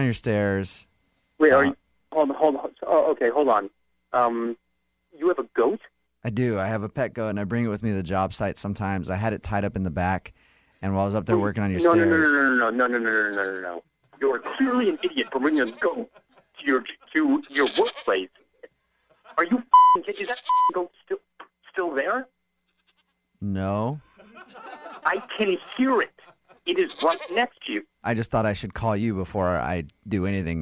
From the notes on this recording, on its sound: Phone Tap.